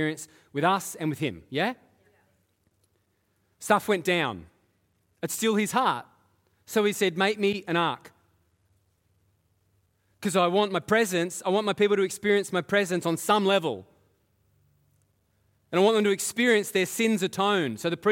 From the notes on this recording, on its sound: Live at Echo Church Melbourne